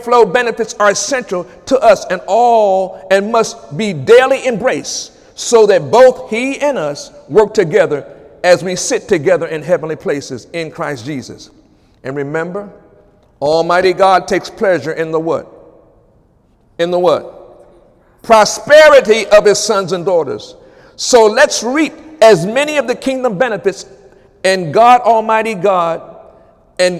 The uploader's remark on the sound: During Wednesday night service